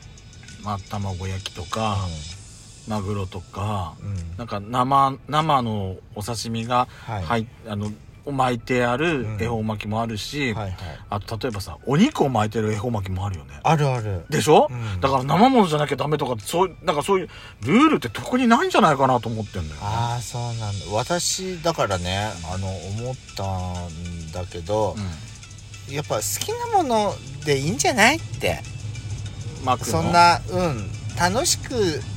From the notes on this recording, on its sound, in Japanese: ドライブ収録 #ロードノイズごめんね。